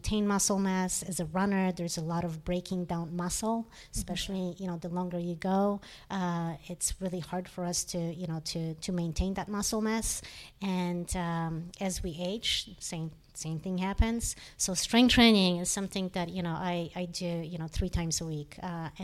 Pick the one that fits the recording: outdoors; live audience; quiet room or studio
live audience